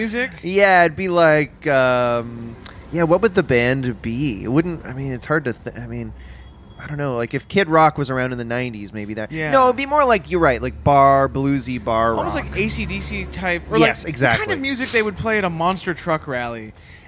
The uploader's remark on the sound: LIVE From the Santa Claus Parade! Reporting live from the Toronto Santa Claus Parade!